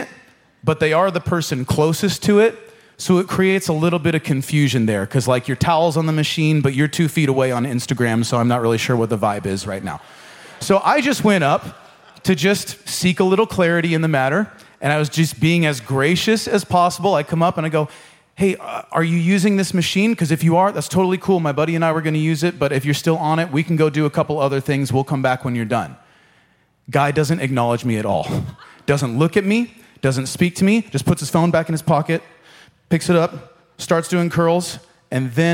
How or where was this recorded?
large echoing room